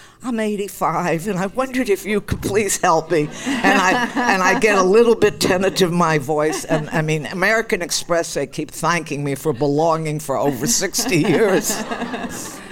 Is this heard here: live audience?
yes